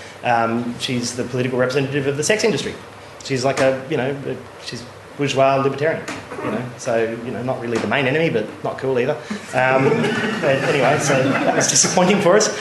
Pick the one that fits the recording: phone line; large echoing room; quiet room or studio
large echoing room